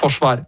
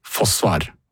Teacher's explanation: Eller forsvar som blir fosvar og R-en drukna · Shown in: second take